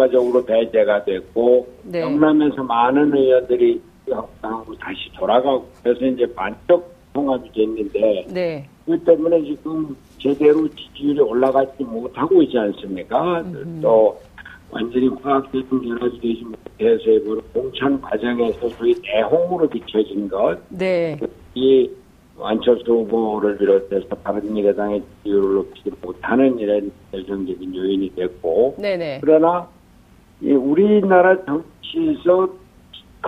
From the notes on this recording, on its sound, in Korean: 전화연결]